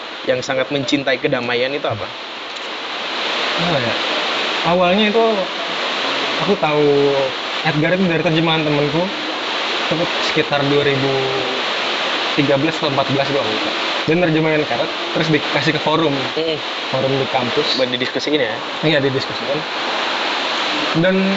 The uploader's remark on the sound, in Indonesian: obrolan ini juga kami rekam di Kedai Loe Min Toe sehingga suara aliran sungai yang deras di belakang kedai mungkin cukup mengganggu pendengaran